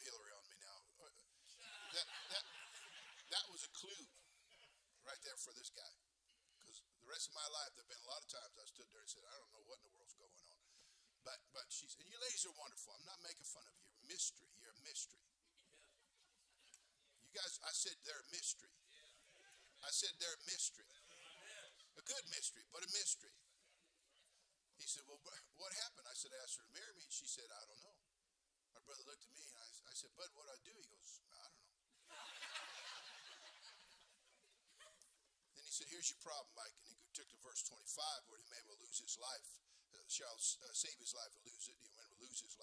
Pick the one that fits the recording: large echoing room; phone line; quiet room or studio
large echoing room